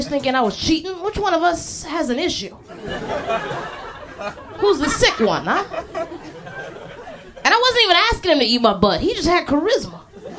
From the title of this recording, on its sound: Live Show